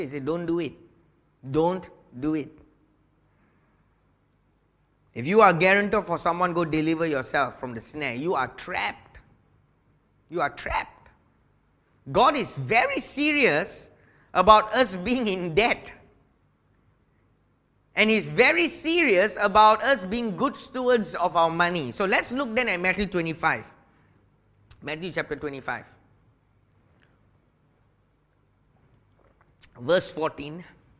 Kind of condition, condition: setting, large echoing room